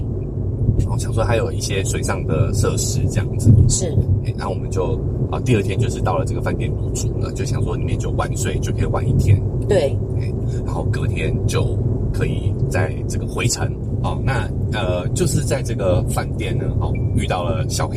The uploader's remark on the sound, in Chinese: 音質預警。本集在車上錄音、底躁較為明顯。